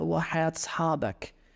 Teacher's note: the joining together of vowels there, wa hayat sahabak, is very Palestinian here